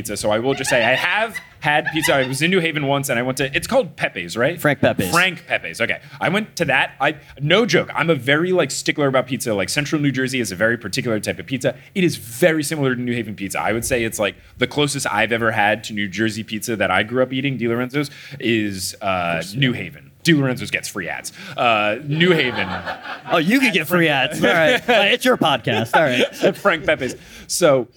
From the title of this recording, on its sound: LIVE in Hartford!